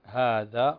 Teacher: عندنا الذال وليست زاي